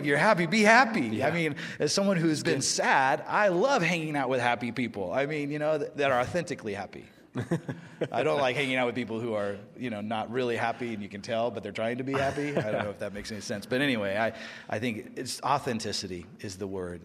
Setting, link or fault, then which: setting, live audience